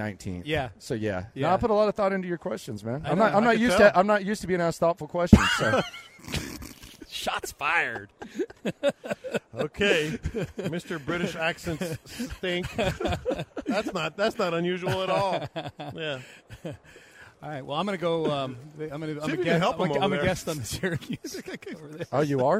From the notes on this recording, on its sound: Live At Radio Row in Las Vegas